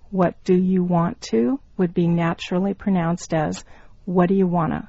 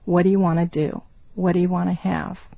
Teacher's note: What do you want to would be naturally pronounced as what do you wanna?